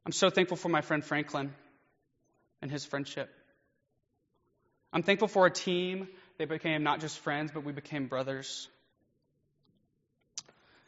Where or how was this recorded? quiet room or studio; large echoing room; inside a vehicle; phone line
large echoing room